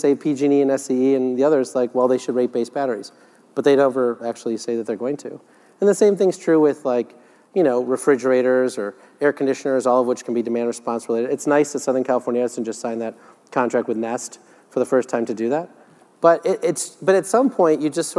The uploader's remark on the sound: The best of live interviews from GreenBiz events.